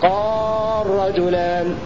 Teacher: فإن اللام تدغم ولو كانت مفتوحة بعد ساكن في لفظ قال